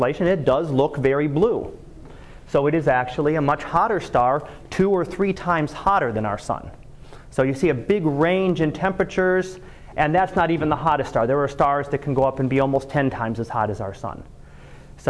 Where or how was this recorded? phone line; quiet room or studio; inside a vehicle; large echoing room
large echoing room